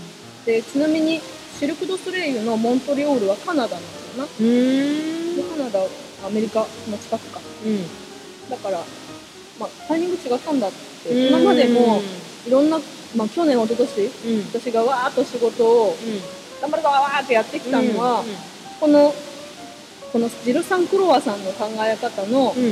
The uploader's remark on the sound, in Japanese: 新月の日に滝の横で収録した。滝の音とマイナスイオンをたっぷり乗っけて配信します。